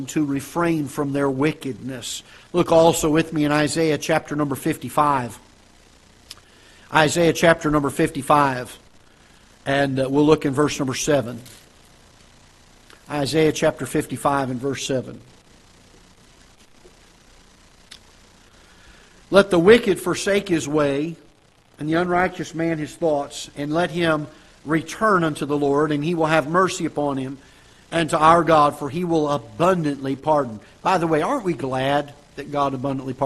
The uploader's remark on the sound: Ketha Heights Baptist Church ~ Live Broadcast